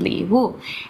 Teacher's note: the Chinese word is for gift, and that's li wu. Li wu. So L-I-W-U is how you'd write the pinyin. Third tone, fourth tone